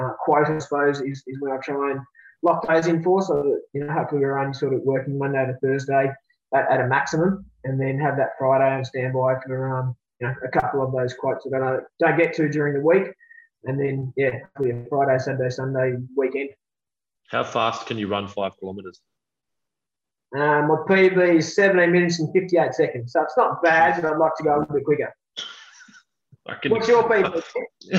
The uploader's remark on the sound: This is the last time we use Zoom for any podcasts! Unfortunately, we experienced a few audio dropouts and the connection wasn't the best.